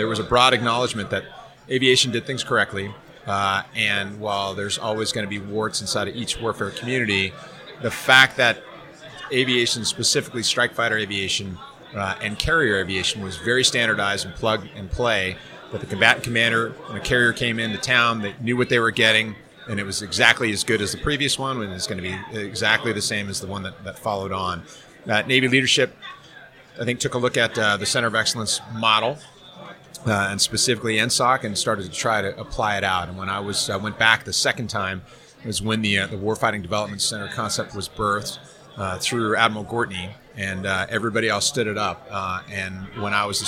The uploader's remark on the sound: Live from Tailhook 2019